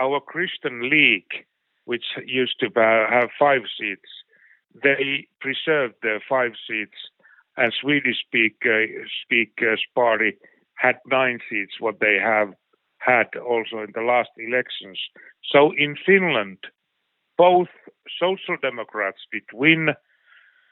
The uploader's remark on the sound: The interview was conducted. Via phone.